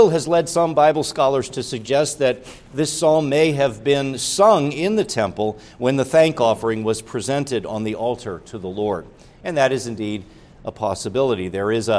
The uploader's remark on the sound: preached at Grace Orthodox Presbyterian Church in Sewickley, PA, during the evening Worship Service on Sunday, May 14, 2023